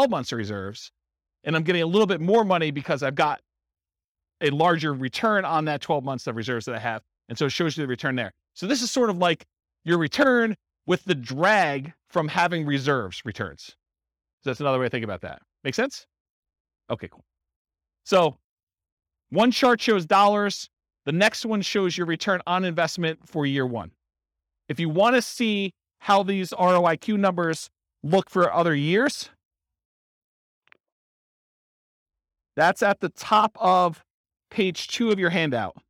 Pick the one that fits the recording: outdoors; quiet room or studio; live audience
live audience